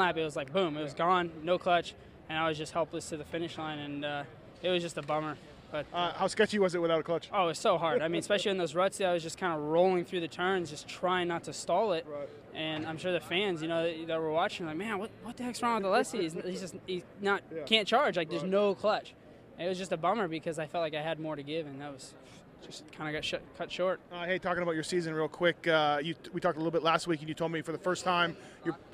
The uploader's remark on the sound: St.Louis 2012 Post-race Interviews.